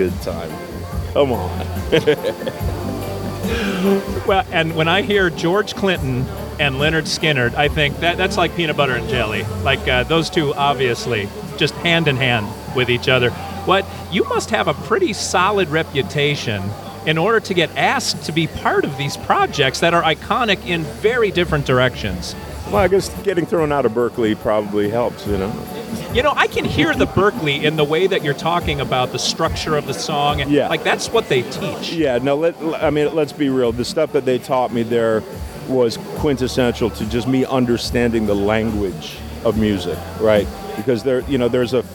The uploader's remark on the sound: That's how I'll upload the audio from interviews conducted at the video recording. Pardon the background noise--there was a LOT going on in the production studio during the event!